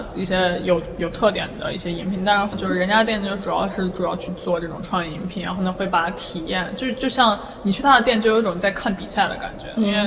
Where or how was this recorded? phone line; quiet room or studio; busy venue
busy venue